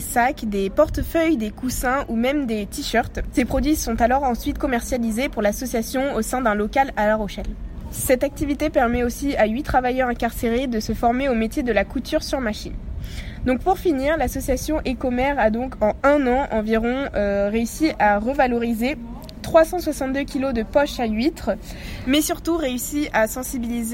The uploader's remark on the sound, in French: Elles ont effectué un micro-trottoir.